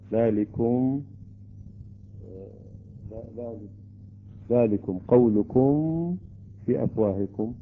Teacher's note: الميم ساكنة بعدها حرف الباء فقط مع حرف الباء يكون الإخفاء الشفوي